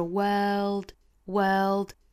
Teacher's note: 在发这个音的时候一定不要丢了舌侧音了，不然就会变成 WORD word 那个单词了